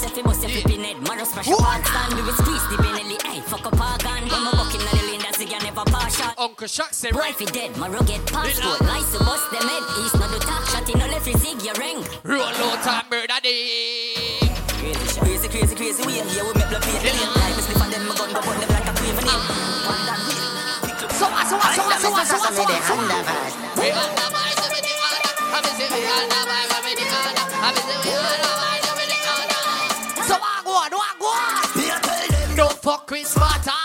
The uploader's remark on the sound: LIVE AUDIO SET FROM ISLAND BREAKOUT KAVOS 2023